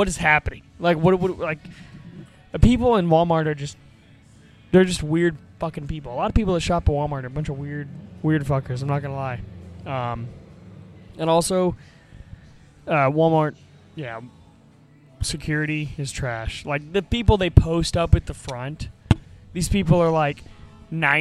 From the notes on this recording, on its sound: LIVE FROM THE AXL BARBER SHOP.